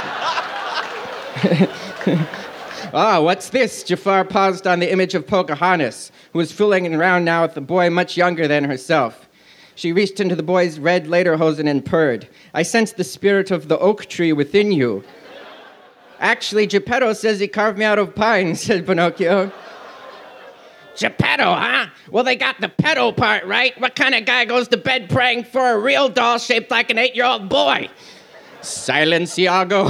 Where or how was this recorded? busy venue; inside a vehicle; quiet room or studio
busy venue